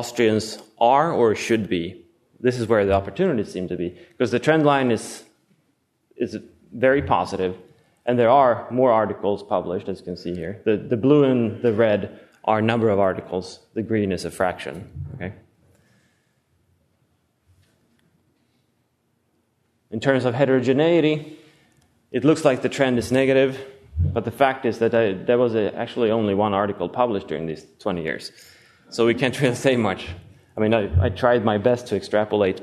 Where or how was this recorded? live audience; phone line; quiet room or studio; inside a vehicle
live audience